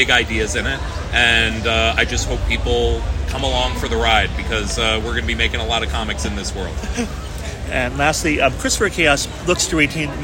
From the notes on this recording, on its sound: Has been roaming the San Diego Convention Floor, taking in the sights and sounds of SDCC 2023 and talking to some incredible creatives.